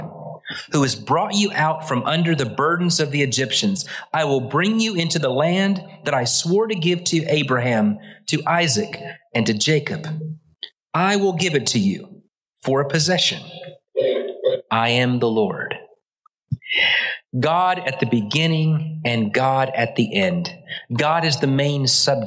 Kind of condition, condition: setting, large echoing room